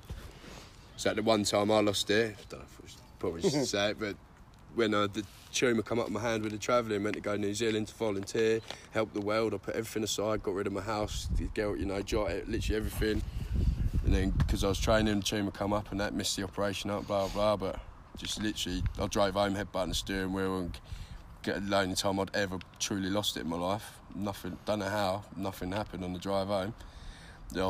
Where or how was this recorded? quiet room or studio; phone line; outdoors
outdoors